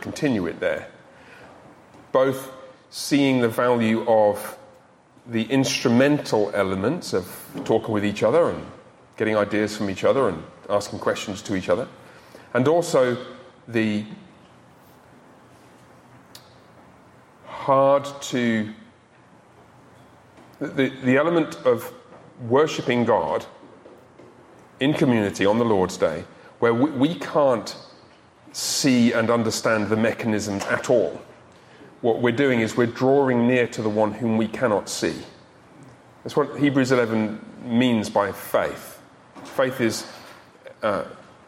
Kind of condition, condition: setting, live audience